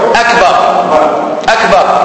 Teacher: Don't elongate the alif after the ba. Don't say, make it short.